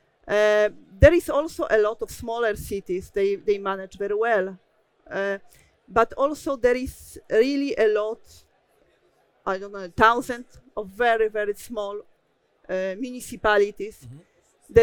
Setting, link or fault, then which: setting, busy venue